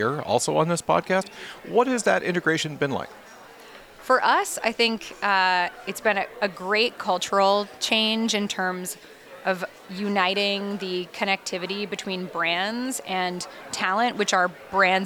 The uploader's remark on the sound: Recorded live at Advertising Week New York 2023.